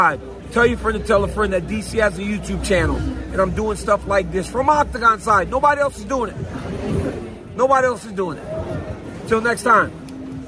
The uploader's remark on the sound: Is in Boston at the octagon to give you his INSTANT REACTION! UFC 292.